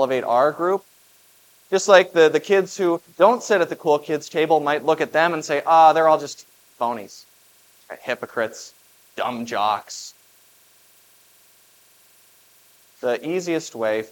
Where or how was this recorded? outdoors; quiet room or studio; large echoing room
large echoing room